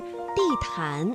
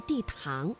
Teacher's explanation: 这个安呢是前鼻韵母，气流呢是从鼻子前方出来的 · Shown in: first take